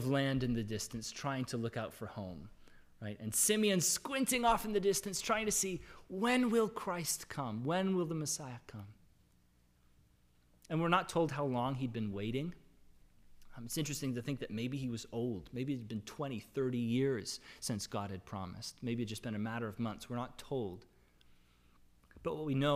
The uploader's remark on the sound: This is the audio from the entire service.